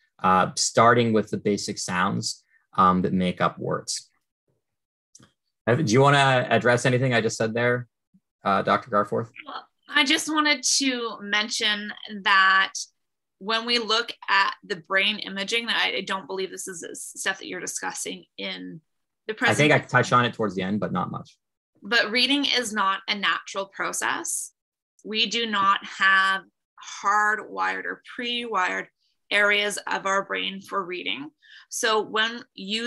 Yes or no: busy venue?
no